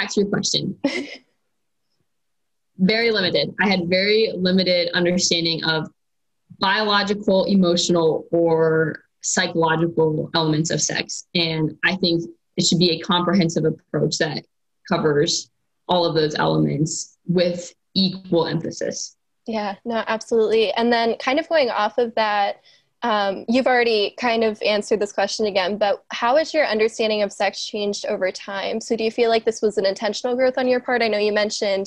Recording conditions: video call